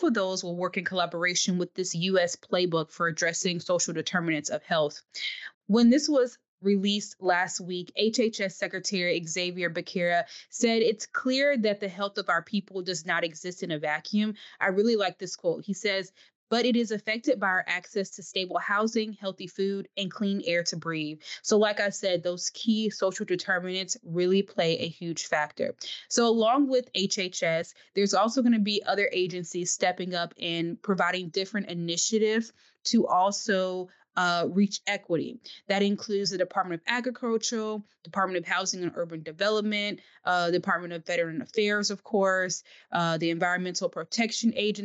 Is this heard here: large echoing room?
no